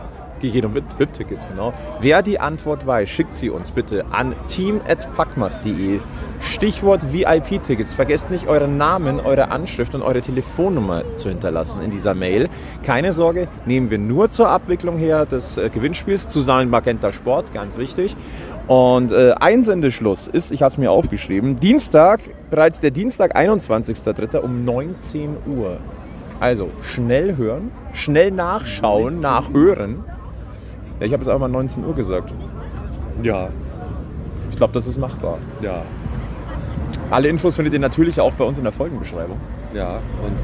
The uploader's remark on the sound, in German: Live-Reportage von Viertelfinal-Spiel 3 zwischen München und Bremerhaven. Gehen wir in Viertelfinal-Spiel 3, im Rahmen dessen diese Folge entstanden ist.